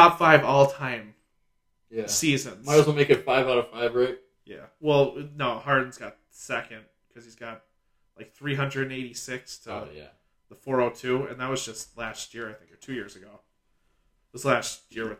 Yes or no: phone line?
no